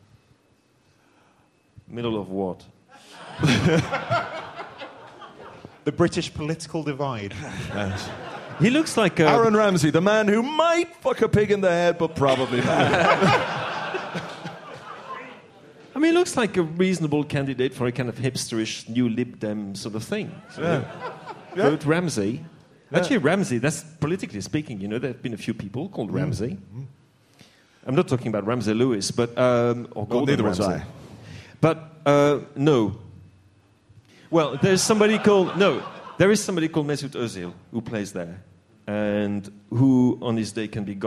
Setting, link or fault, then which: setting, live audience